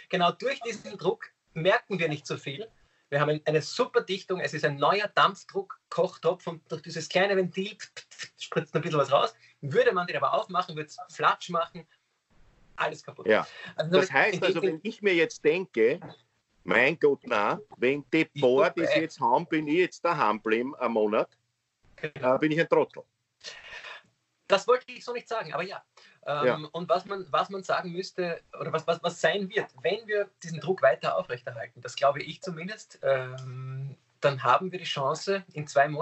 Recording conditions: video call